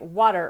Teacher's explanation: To be more efficient, it makes sense from an ease of articulation standpoint to just say either water, where you don't have the T, or something like water, where it's a much more rapid hitting of the tongue against the alveolar ridge